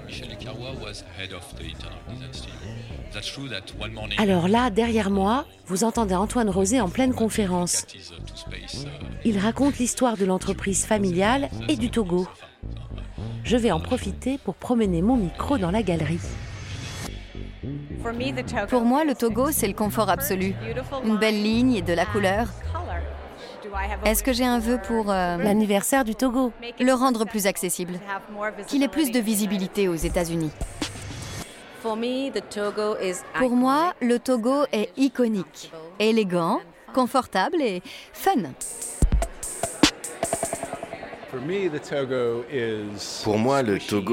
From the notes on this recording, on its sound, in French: On part ensuite dans le coin de Chelsea direction Gagosian, la célèbre galerie d’art contemporain. J’en profite pour promener mon micro dans la galerie.